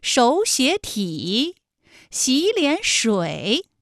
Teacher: 是不是前两个字都是二声，第三个字是三声呢 · Term: 三音节的三声组合